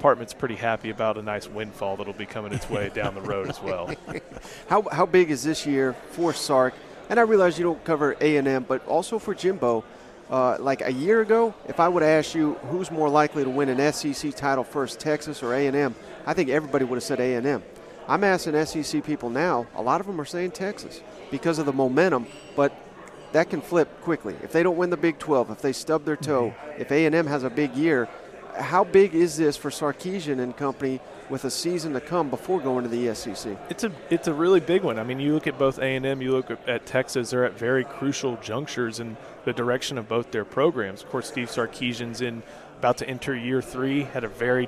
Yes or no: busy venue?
yes